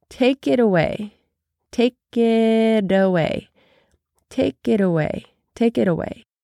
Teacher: The T in it connects with the A in away, and it sounds like it away.